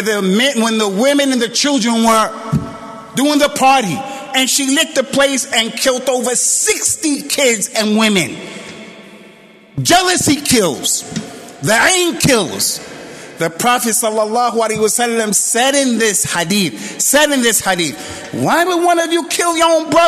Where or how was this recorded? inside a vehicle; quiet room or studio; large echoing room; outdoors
large echoing room